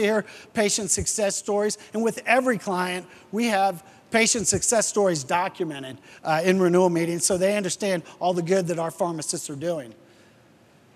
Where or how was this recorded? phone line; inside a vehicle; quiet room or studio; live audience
live audience